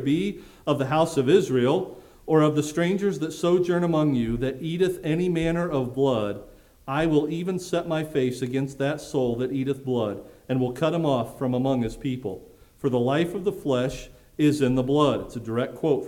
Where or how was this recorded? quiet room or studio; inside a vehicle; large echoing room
large echoing room